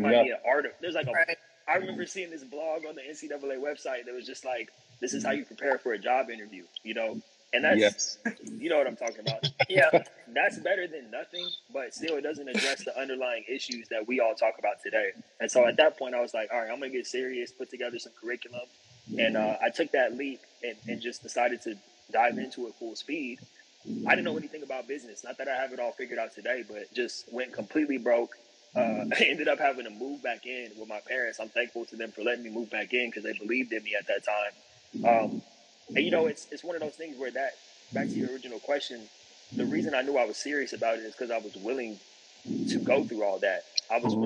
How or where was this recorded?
video call